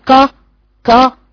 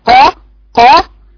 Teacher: لرفعت اقصى لسانها في القاف عشان يجي صوت القاف من فوق مش من تحت · Shown in: second take · تقول كا كا وهي قا قا. · Term: حرف استعلاء